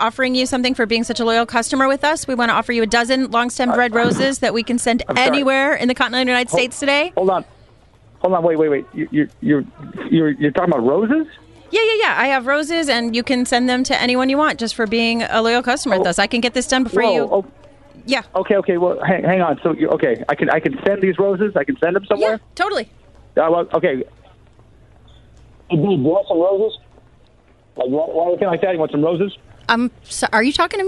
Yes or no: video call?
no